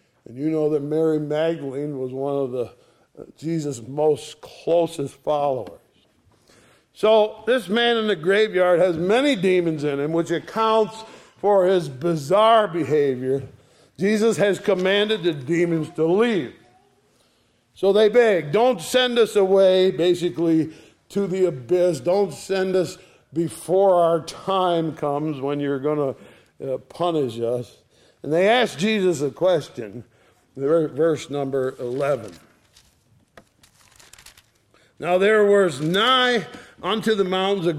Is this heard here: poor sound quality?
no